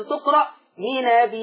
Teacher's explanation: ورش هيثبت الهمزة للفظ النبي، فكلمة لنبي لما يثبت لها الهمز تقرأ لنبي. · Term: إثبات الهمز